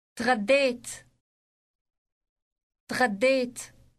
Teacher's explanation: تغديت تغديت Note that the last syllable contains a long vowel, and it sounds like the English word ate. Note also that the D sound in the middle is elongated.